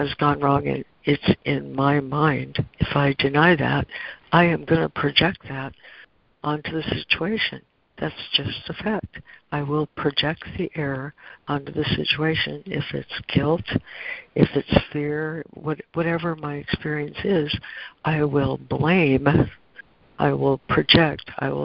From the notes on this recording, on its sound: ACIM Daily Conference Call